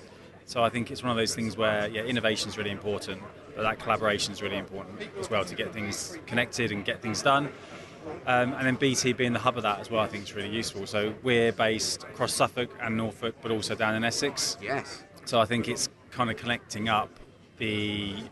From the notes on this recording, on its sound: Heads out to Adastral Park near Ipswich for the Connected Innovation conference.